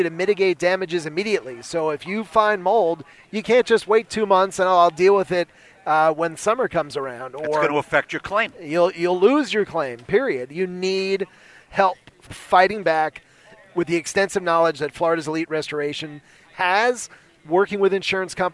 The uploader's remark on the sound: At The NFL Scouting Combine. The head coach is back for a live sitdown from Radio Row at the Combine.